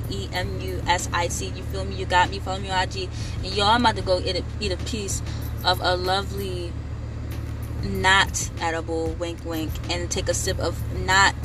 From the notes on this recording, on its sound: I got on instagram live and decided to do my podcast on live